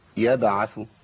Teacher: باء مقلقله ساكنه، اعمل فيها ايه؟ بهز المخرج عشان تتهز